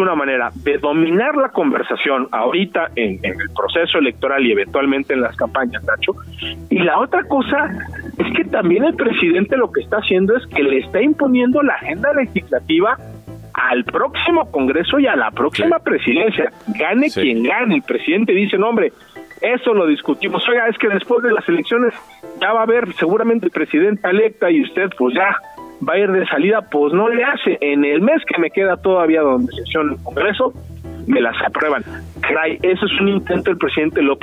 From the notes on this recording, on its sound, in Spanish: Nos enlazamos en llamada